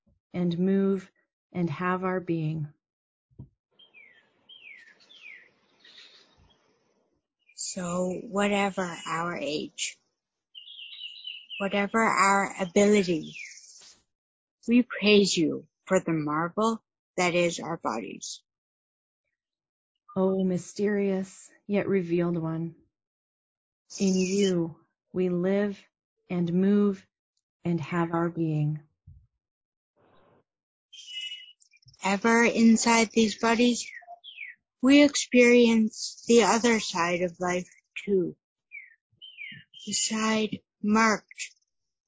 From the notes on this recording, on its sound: recorded it long-distance but were able to share the sounds of nature, being serenaded by the birds